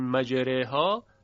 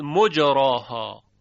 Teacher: به جای اینکه بخوانیم مجریها، شعبه خوانده است مجراها به ضم میم، مجراها و به فتح را · Shown in: second take · یه امالهی در کار نیست، یعنی حرف را تفخیم میشه و الف بعد از اون هم تفخیم میشه.